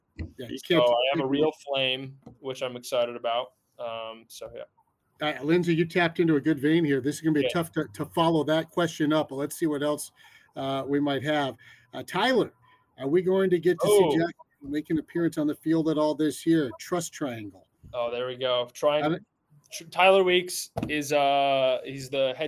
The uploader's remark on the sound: the sounds of Spring Training in Fort Myers